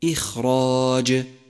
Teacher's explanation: جاء حرف الخاء ساكنا في كلمة إخراج إخراج، وهذا يستدعي تفخيمه ولكن بشكل يسير بسبب السكون